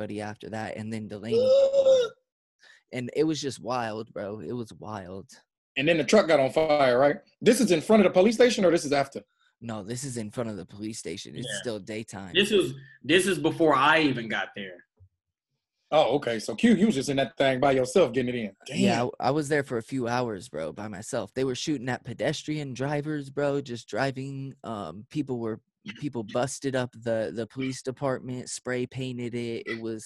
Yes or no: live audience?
no